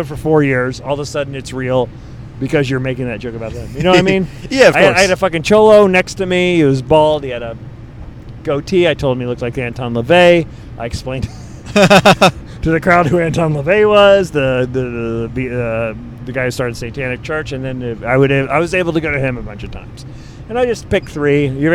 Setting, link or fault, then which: setting, inside a vehicle